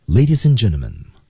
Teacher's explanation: Ladies and 连读，ladies and D 失去爆破